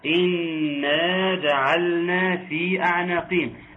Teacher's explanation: نون العظمة مشددة تغني مقدار حركتين